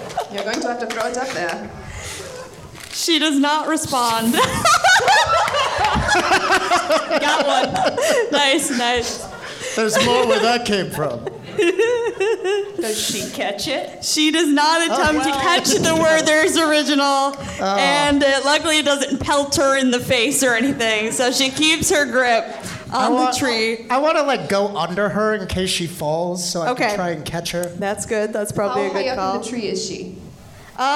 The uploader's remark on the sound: This episode was recorded live at Grand Rapids Comic-Con. Music and Sound F/X by Syrinscape.